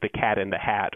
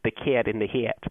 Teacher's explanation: In the northern city's vowel shift, this short A vowel comes to be pronounced with the tongue quite high in the mouth · Shown in: second take · so that it sounds a lot more like the vowel in the word idea.